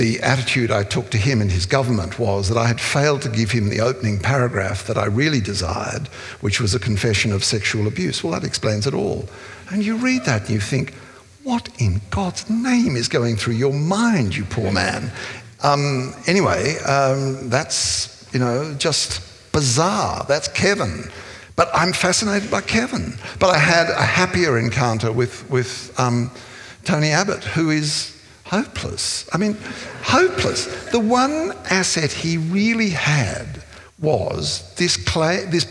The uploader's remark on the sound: This is a live recording from our event.